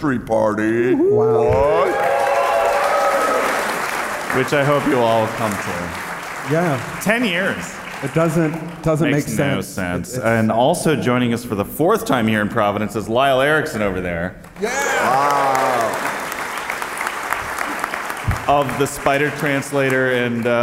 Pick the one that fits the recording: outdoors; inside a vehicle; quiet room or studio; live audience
live audience